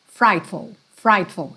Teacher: A sílaba tônica tá no fright, tá?